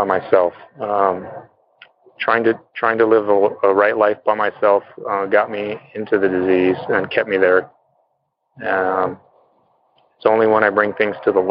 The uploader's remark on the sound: Noon Phone Speaker Meeting